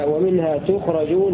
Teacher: وقرأ الباقون ومنها تخرجون بضم التاء وفتح الراء